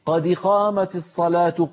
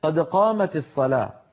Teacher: قد هذه دال ساكنة ما يجوز لك أن تكسرها · Shown in: second take · لا في الأذان ولا في القرآن، علينا أن نقول قد قامت